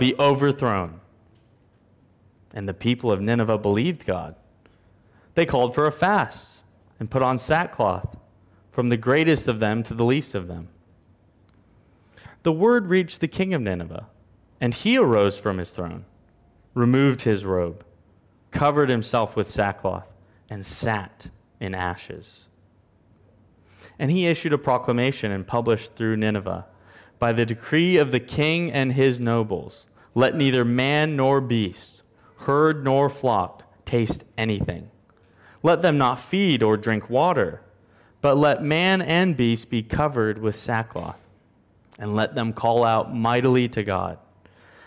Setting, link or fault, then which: setting, large echoing room